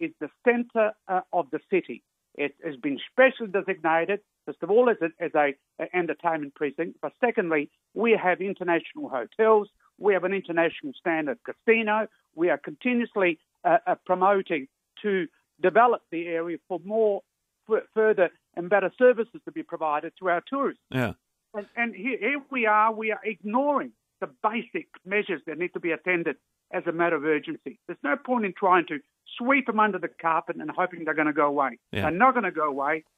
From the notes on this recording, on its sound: called in to respond